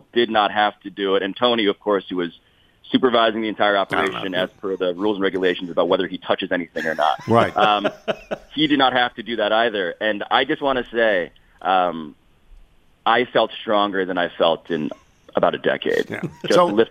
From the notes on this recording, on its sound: Calls. Phones.